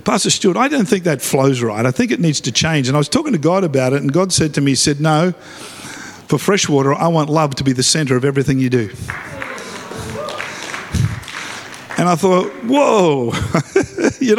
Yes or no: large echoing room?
yes